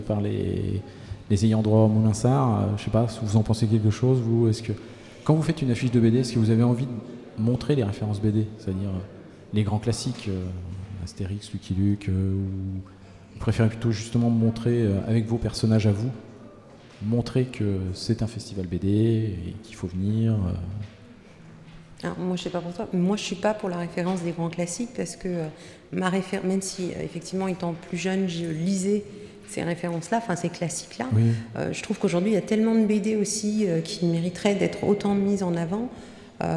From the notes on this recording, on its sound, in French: Voici l’émission spéciale réalisée lors du Festival A Tours de Bulles 2019, par nos chroniqueurs BD.